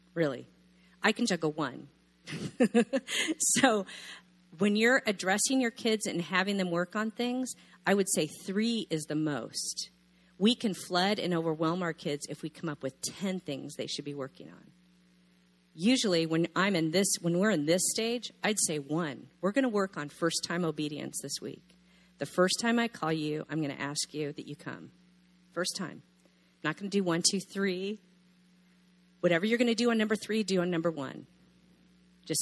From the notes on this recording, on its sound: session 1, of our first annual Parenthood Conference at Coastline Church